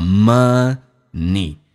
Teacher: Money 这个单词其实 n 是发两遍的，前后都要发